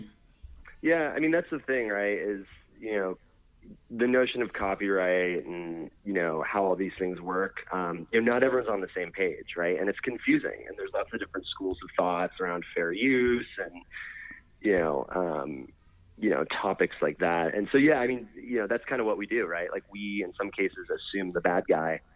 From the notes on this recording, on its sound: called